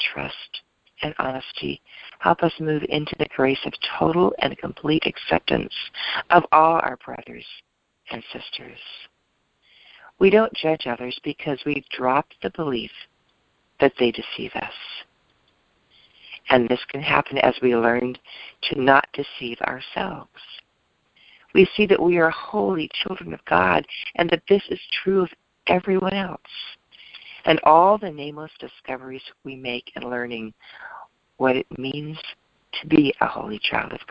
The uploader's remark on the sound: ACIM Daily Conference Call